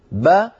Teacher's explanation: لما نطقت الباء المفتوحة نطقت باء ثم أتبعتها بألف قصيرة اسمها فتحة